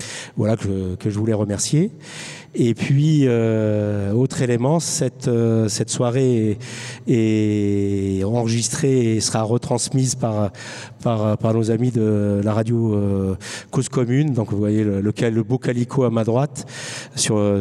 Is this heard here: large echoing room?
yes